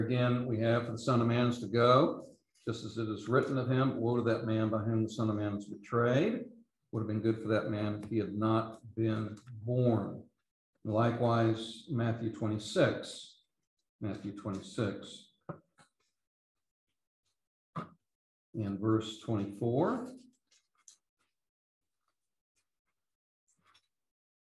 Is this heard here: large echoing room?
yes